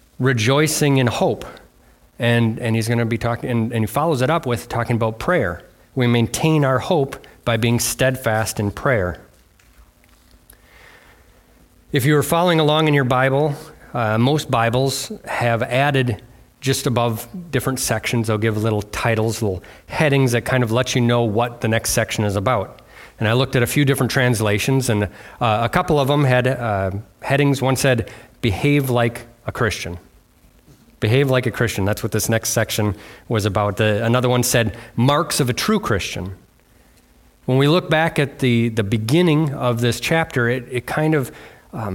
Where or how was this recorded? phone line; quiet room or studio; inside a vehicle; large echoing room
large echoing room